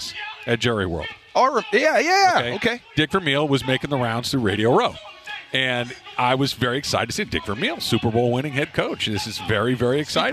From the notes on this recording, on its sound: live from YouTube Theater for Rams Revealed